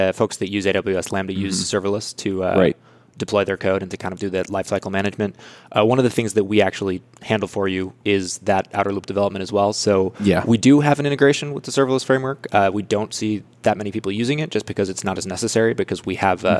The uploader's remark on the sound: Coming to you live from the podcast booth at Microsoft BUILD. Microsoft Build 2019.